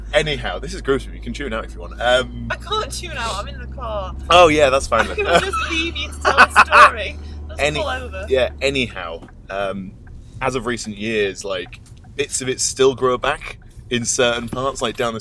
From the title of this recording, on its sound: In a Car